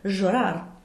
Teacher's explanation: in Argentina, they would make the double L that funky phonetic Z, so a J, llorar.